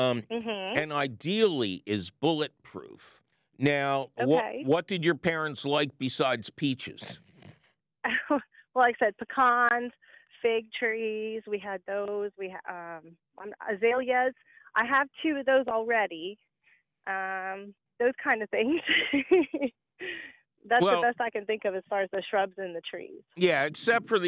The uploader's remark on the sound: your fabulous french fried phones calls!